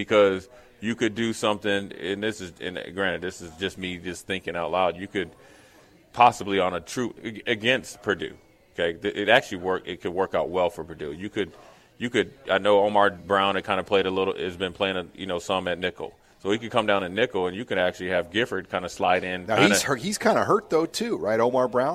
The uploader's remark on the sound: Live from Tanner's